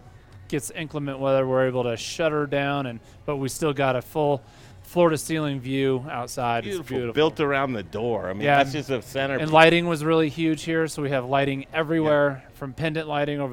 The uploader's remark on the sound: Live in Telluride at the LittleHouse